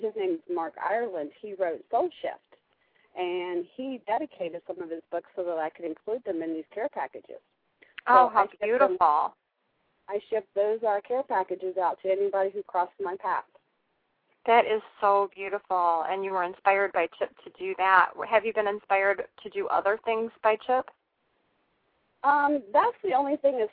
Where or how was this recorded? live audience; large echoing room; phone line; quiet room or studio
phone line